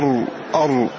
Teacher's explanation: مخرجها من رأس اللسان حينما يصطدم بلثة الثنايا العليا أر، ومع هذا نجد ظهر اللسان يشارك رأس اللسان في إخراجها، فسميت منحرفة لعدم اقتصارها على رأس اللسان ومشاركة ظهر اللسان لها، فقالوا هذه منحرفة. · Term: الراء